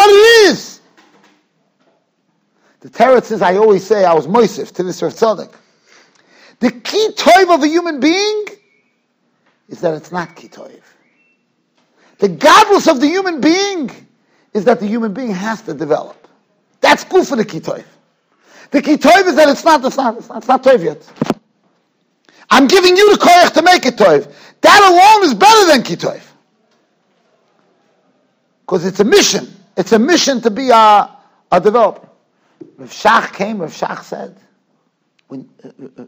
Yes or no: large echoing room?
yes